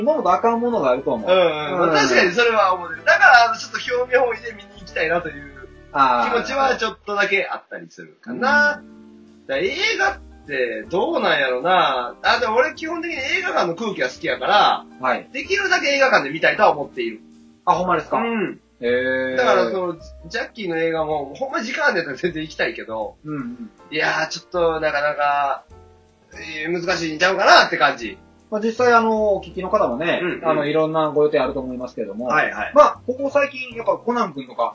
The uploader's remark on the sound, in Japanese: 平成最後の更新に限ってとても音声悪いですが、よろしく